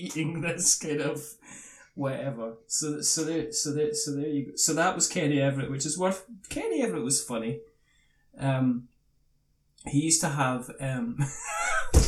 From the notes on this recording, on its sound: For some reason it sounds like I recorded this on the other side of the room. It's not a podcast unless you have one episode with technical issues..